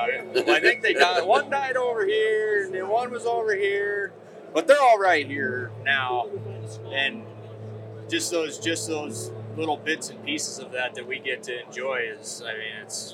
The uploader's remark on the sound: Hunt Expo Live From the Initial Ascent Mountain Dude Table. Live recordings from Western Hunting and Conservation Expo in Salt Lake from the Initial Ascent booth!